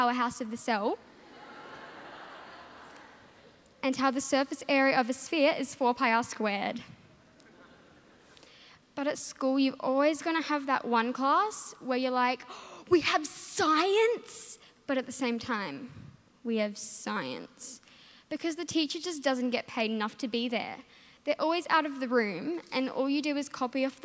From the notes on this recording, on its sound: With the National Final performed at Melbourne Town Hall during the Melbourne International Comedy Festival.